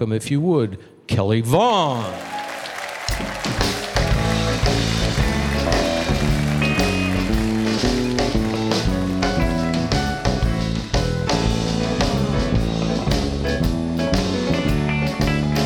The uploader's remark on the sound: Live at the South Point Casino.